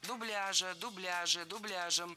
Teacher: за этим словом было закреплено неподвижное ударение на втором слоге